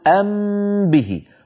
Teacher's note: الميم من الشفتين والباء من الشفتين